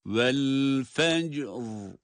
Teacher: Fenc derken kalkaleyi yapıyoruz. Sonra da ra'yı cezimli olarak hemen devamında seslendiriyoruz. Vel-fecr. Yani arada boşluk olmadan.